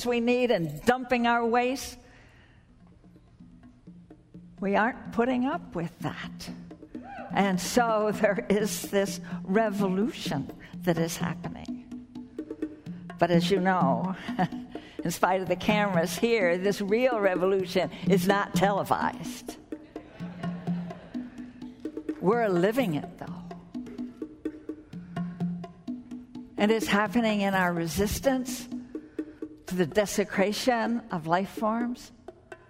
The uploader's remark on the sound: spoke at the 2009 Bioneers Conference held in San Rafael, California